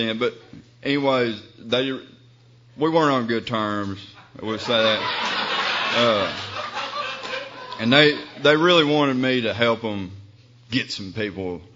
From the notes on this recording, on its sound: speaking at ARKYPAA 2005 Arkansas Conf of Young People in AA